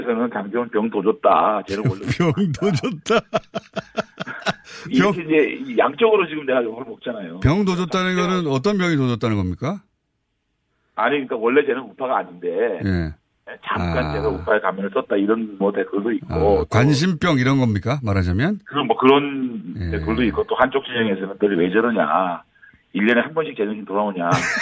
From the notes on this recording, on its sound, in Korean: 전화연결